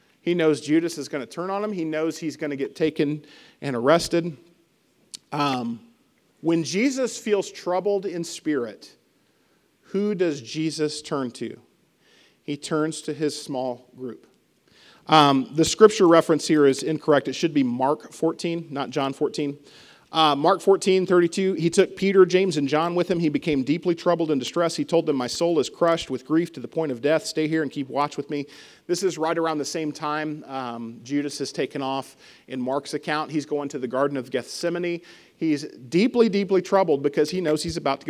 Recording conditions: large echoing room